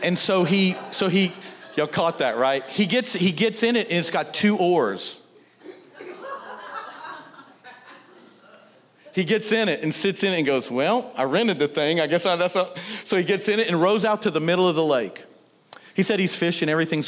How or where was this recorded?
large echoing room